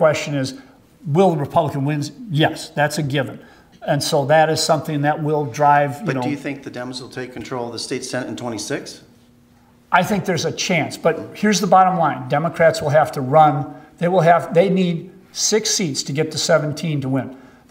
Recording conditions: live audience